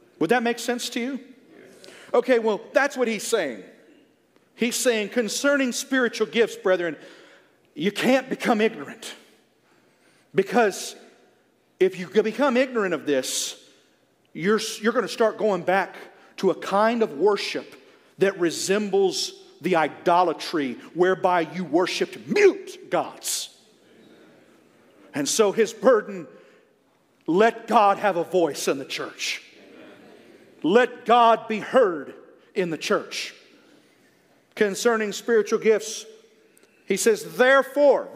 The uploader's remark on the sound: a message that was ministered at the 2022 Exodus Conference